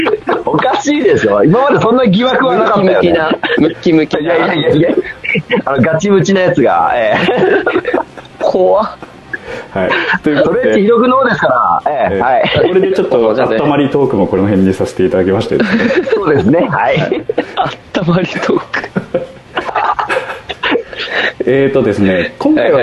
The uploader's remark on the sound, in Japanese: LINE電話での初めての収録について